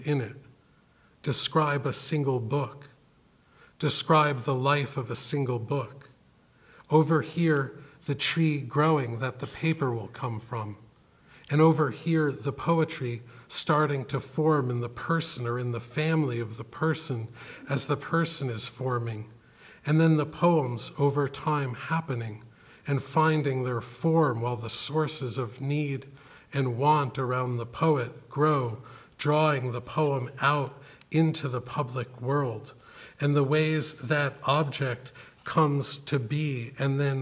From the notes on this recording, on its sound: This lecture was given October 16, 2014, at Harvard University’s Woodberry Poetry Room. Thank you to the Woodberry Poetry Room for partnering with the Series for this event.